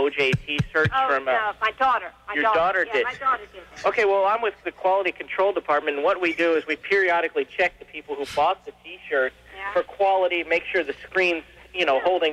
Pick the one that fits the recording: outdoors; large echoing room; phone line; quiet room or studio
phone line